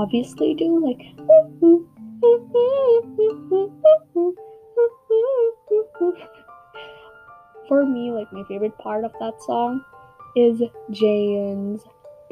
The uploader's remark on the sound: Sorry for the low audio quality and background noises!